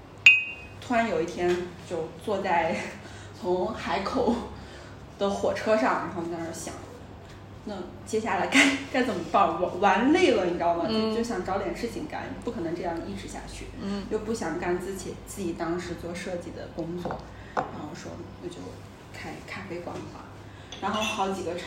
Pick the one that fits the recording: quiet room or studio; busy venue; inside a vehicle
busy venue